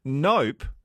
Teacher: That's an emphatic no, isn't it, when you close your lips?